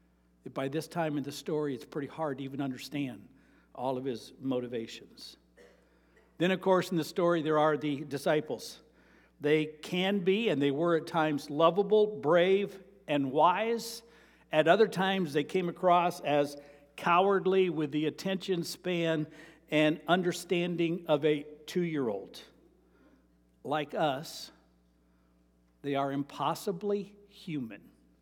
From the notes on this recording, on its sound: Sermon preached on Mary 21, 2023 at Avondale Baptist Church